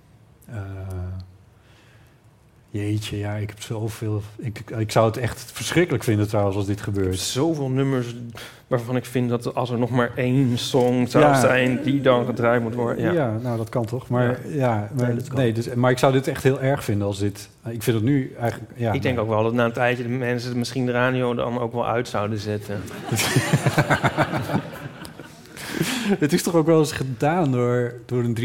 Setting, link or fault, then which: setting, live audience